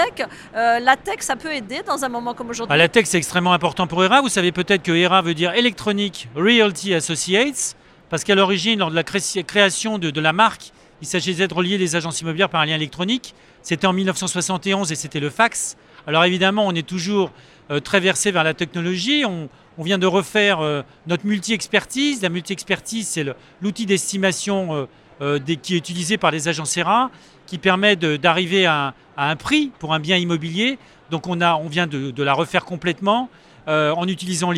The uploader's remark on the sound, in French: Cet épisode a été enregistré en live du RENT.